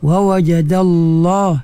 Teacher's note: Tebalkan lam pada Allah tu